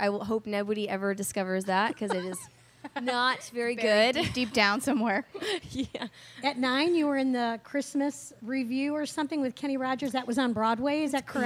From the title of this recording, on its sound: Backstage At Sunday In The Country 2018